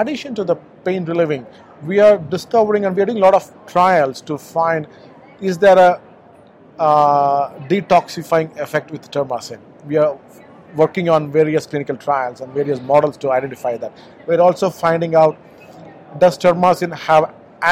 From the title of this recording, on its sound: Live from SupplySide West